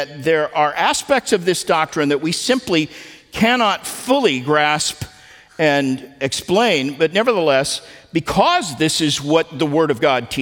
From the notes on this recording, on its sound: at the Founders "Remember Jesus Christ" national conference in Southwest Florida